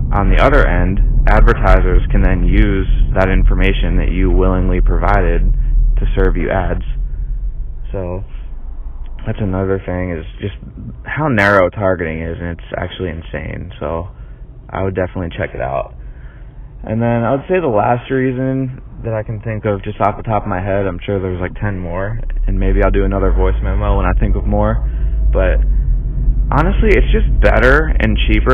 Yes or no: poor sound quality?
yes